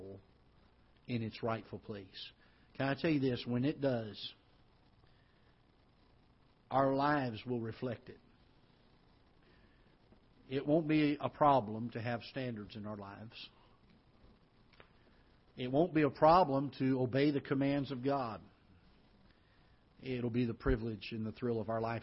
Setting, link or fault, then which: setting, large echoing room